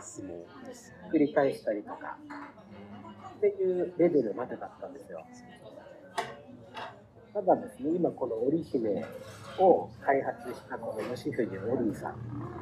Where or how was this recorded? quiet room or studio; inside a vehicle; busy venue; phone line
busy venue